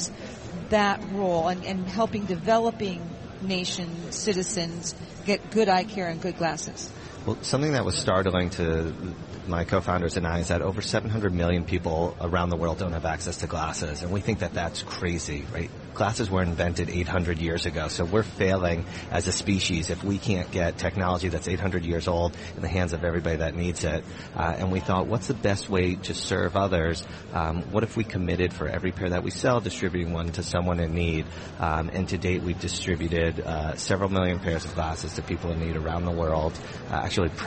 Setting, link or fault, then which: setting, busy venue